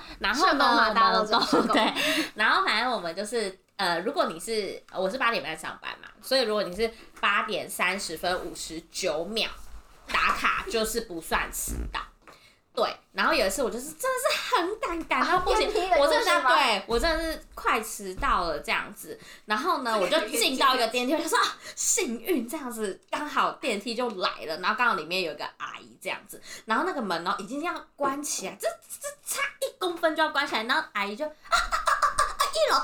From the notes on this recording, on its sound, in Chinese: 還買不起第2支麥克風，音質請見諒